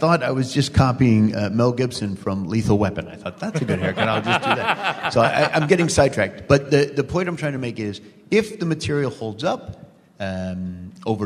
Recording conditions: live audience